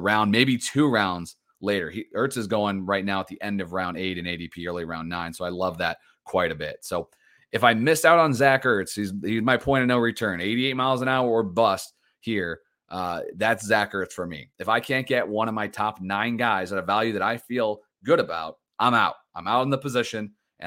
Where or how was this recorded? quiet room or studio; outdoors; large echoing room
quiet room or studio